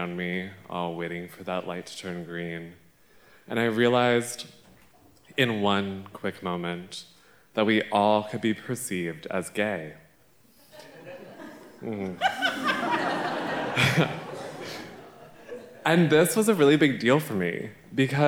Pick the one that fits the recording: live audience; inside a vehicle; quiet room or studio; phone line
live audience